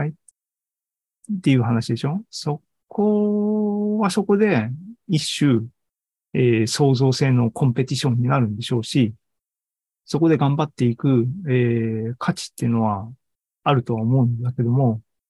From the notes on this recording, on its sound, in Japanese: ２０２３年６月２４日に開催した ZOOMライブの模様です